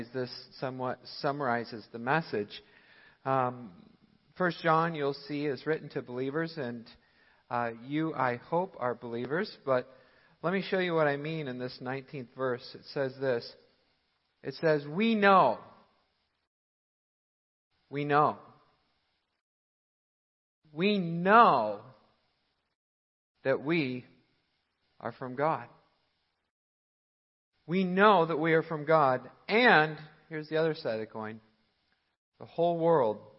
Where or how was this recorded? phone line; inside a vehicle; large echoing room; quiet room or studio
large echoing room